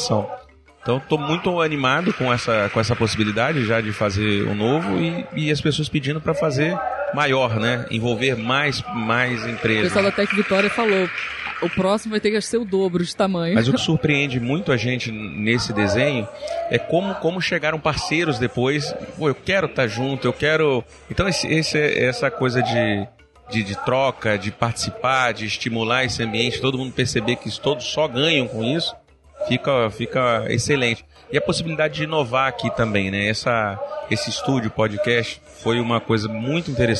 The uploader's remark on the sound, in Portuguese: Episódio gravado no evento "Sebrae - Circuito Startup Summit Espírito Santo".